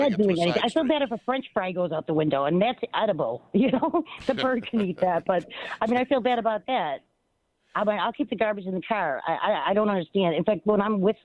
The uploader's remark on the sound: Continues taking your telephone calls.